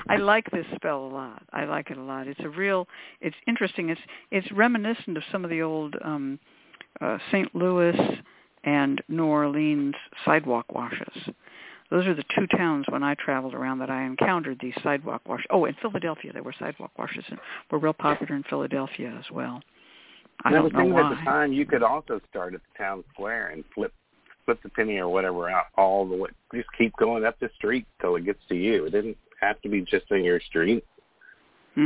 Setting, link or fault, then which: link, phone line